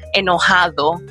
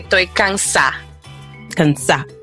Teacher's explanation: It doesn't matter the region that you come from. We drop the letter D. · Shown in: second take · So like if you want to say mad, the word for mad in Spanish is enojado, but we would say enojao.